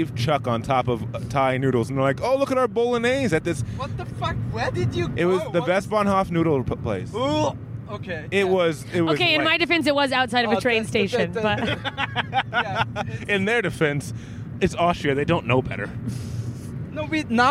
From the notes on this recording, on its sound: Episode recorded in a car in Austria with two Austrian comics on our way to a show in Salzburg!